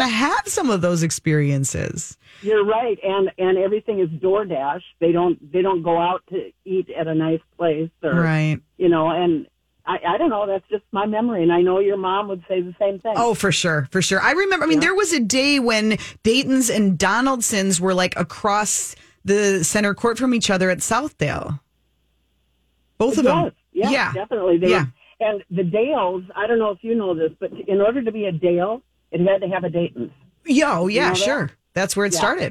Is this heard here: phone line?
yes